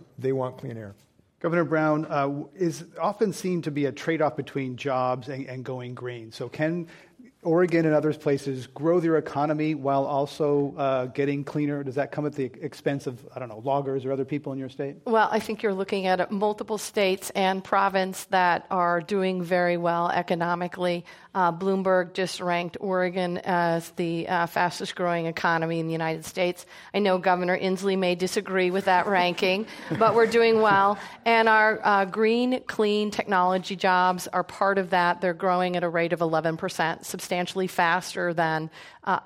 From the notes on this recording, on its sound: This program was recorded in front of a live audience at the Commonwealth Club of California on June 1, 2016.